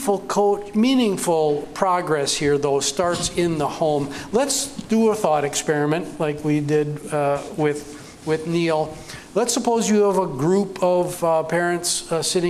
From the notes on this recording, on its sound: This is the third and final installment from The Balancing Act Podcast - LIVE, which was recorded on November 15, 2023, at The Main in downtown La Crosse, Wisconsin.